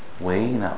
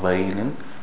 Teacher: the waw is actually from the outer part of the lips, not with the teeth · Shown in: first take